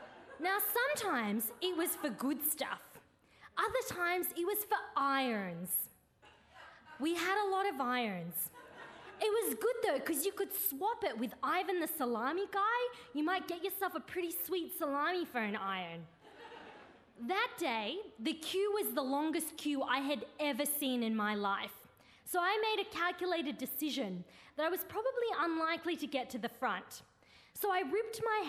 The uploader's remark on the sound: Now Hear This Storytelling Slam. Recorded at the Arthouse Hotel. For Radio National.